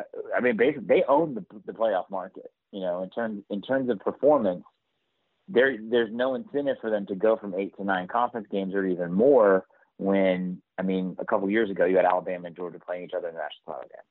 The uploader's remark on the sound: on the Modern Woodmen phone line (38:15)